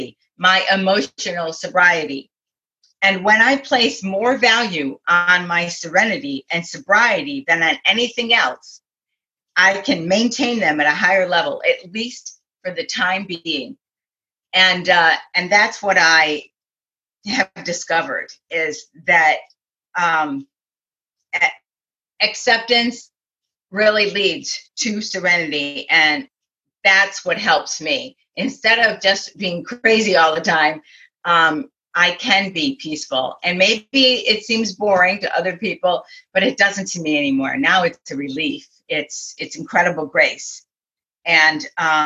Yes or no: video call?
yes